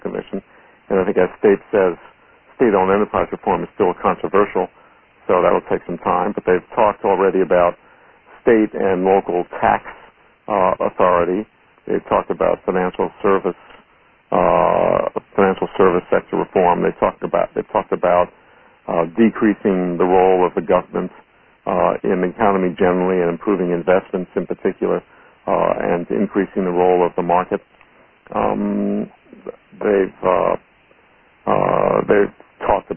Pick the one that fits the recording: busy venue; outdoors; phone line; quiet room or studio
phone line